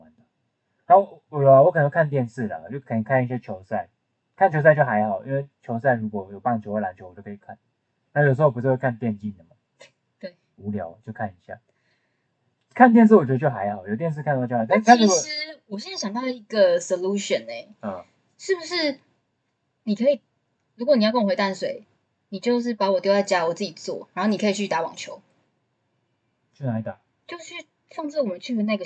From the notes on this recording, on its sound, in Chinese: 音質很差，建議戴耳機收聽。